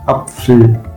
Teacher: Also wenn man zum Beispiel Apfel sagt, Apfel, da ist in der zweiten Silbe auch kein Vokal. Man schreibt den zwar, aber man spricht den oft nicht.